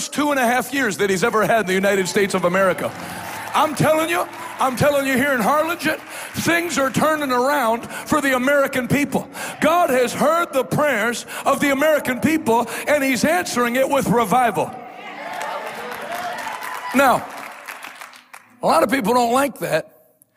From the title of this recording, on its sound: LIVE in Harlingen, Texas Night 2